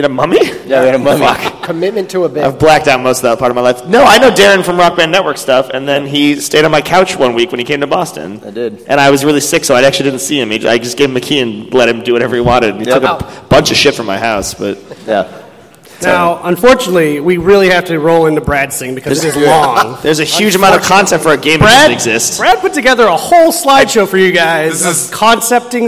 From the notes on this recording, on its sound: Episode 103 - PAX Prime 2013. This week's episode was recorded in front of a LIVE studio (panel) audience at PAX Prime 2013.